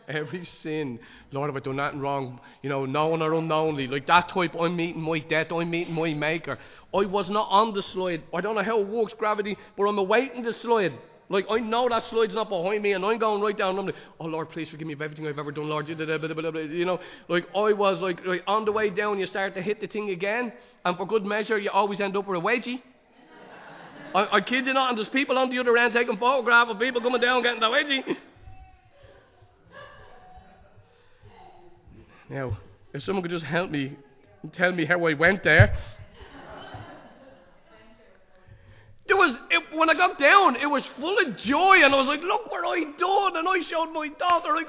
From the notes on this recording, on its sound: Recorded live in Liberty Church on 26 March 2023